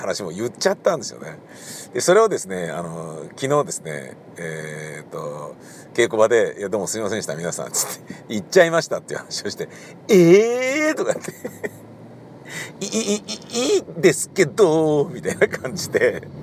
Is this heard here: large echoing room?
no